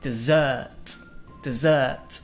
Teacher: The correct pronunciation is con el emphasis en la última sílaba.